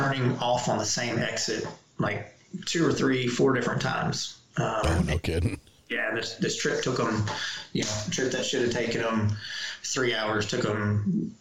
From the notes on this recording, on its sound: We had numerous technical issues getting through this episode